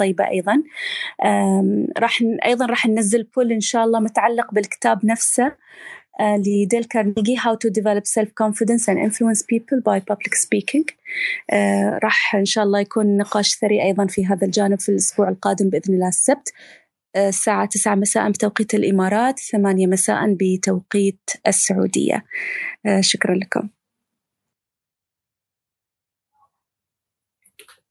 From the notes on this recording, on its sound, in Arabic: تسجيل لمساحة ابن رشد الأسبوعية على منصة تويتر